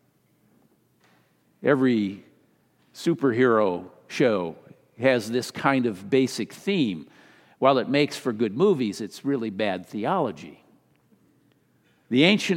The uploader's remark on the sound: Sermon delivered during the Traditional Worship service.